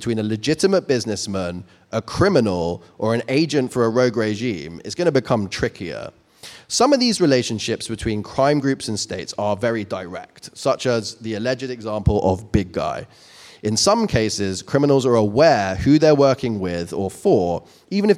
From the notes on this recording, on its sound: joined us live on-stage in Shoreditch